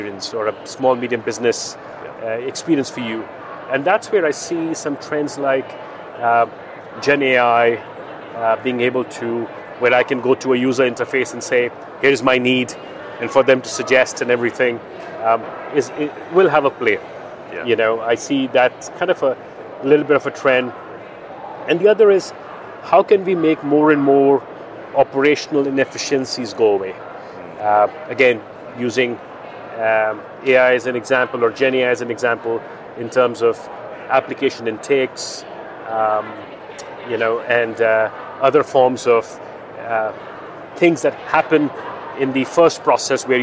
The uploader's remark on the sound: Live from ITC. The 'Live at ITC' conversations at the Vegas InsureTech Connect confernce.